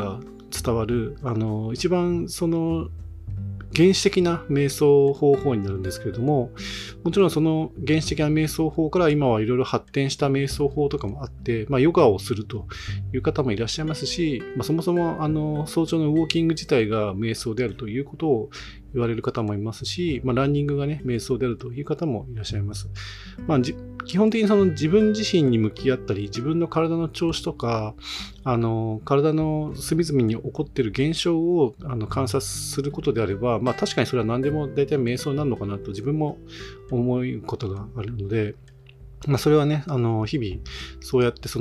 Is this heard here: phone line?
no